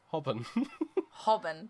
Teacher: the L sound is not really there